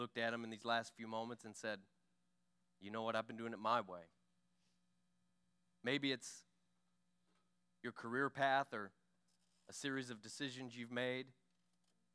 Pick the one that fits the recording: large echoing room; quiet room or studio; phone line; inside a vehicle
large echoing room